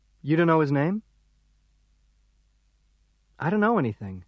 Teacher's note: The expression don't know is often pronounced dunno.